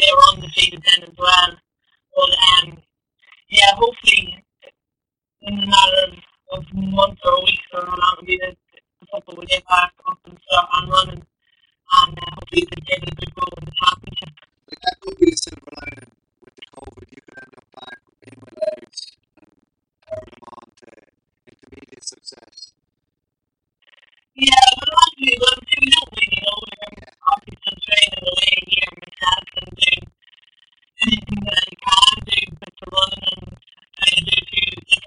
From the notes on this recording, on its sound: Apologises for the poor audio at the end of interview.